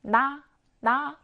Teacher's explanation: 나 발음하면 우리 혀끝이 윗잇몸에 붙었다가 떨어지면서 소리가 나게 되고요. · Term: 잇몸 소리